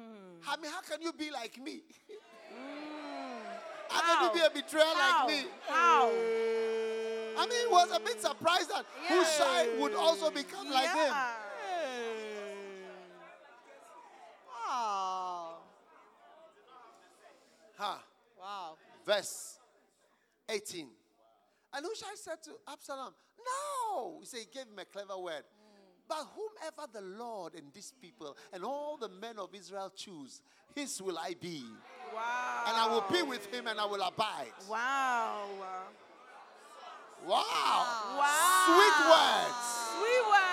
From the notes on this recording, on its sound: Preached at the Use It or Lose It Camp, USA.